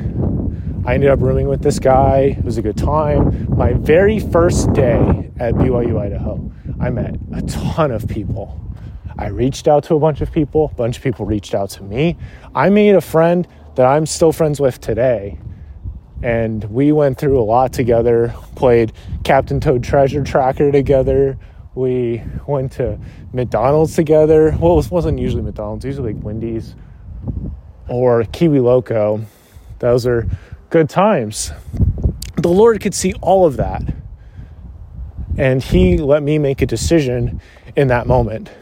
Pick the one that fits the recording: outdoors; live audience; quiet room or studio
outdoors